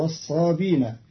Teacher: والذين هادوا والصابئين. قرأ قالون كلمة والصابئين بدون همز، فتصير والذين هادوا والصابين، تيسيرا وتخفيفا في لغة بعض العرب.